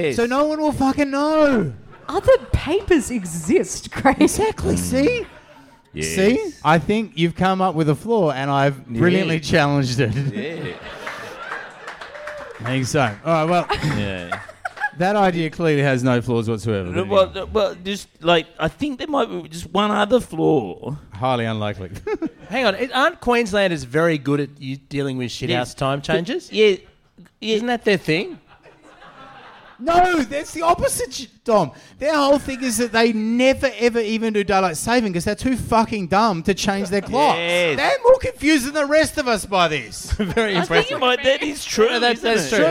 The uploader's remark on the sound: To a live audience! Chaser Live From The Pub.